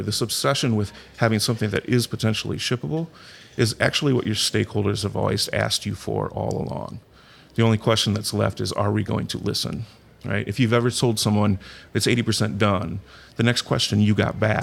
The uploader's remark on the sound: Live From Agile Midwest